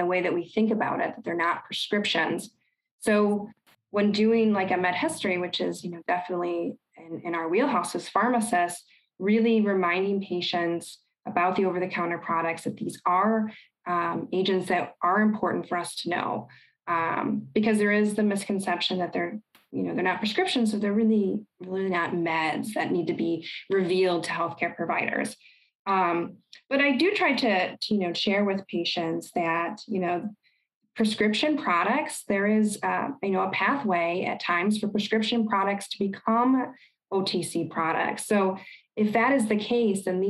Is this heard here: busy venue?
no